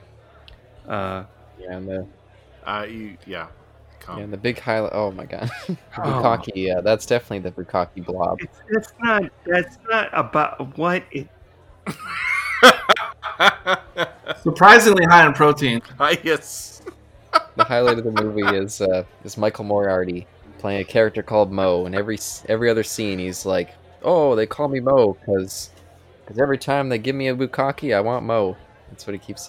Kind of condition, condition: setting, busy venue